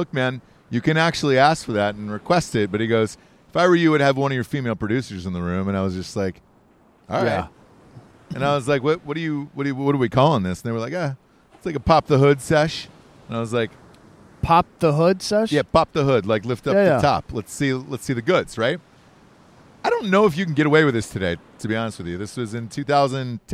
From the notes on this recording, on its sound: Live From Plymouth Rock! Live from where the Pilgrims landed for a weird impromptu Thanksgiving show.